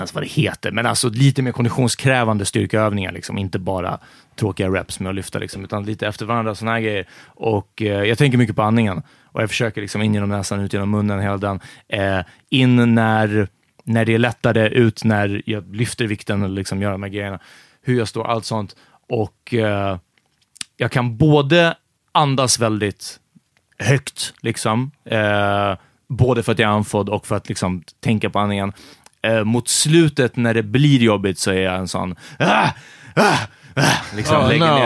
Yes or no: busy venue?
no